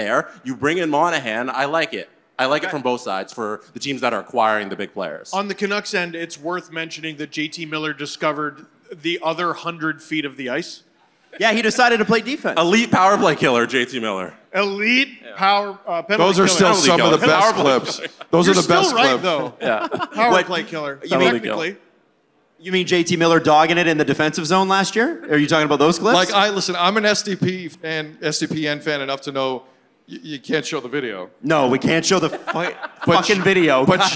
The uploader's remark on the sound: We're live from The Rec Room in Toronto for All-Star Weekend.